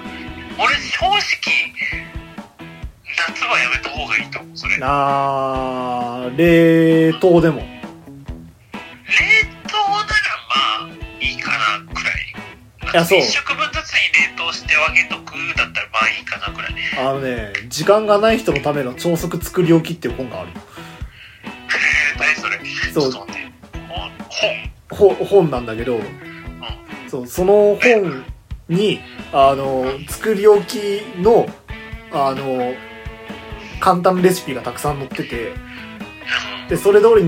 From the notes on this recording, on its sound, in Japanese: 録音機材：iPhone7。